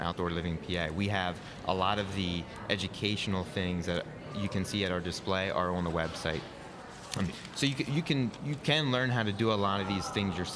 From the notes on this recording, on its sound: Live from State Farm Show. Wednesday's Smart Talk is being broadcast live from the Pennsylvania Farm Show.